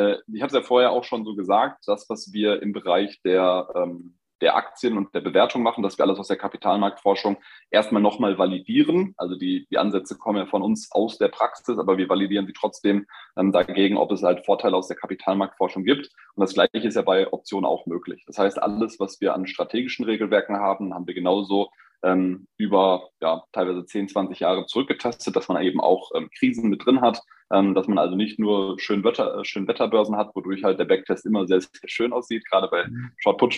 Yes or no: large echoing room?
no